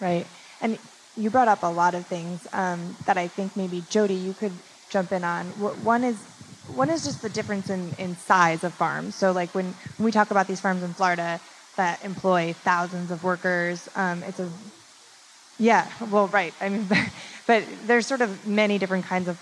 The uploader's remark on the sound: Panel discussion on agricultural labor in front of a live audience at Brooklyn’s Museum of Food and Drink (MOFAD).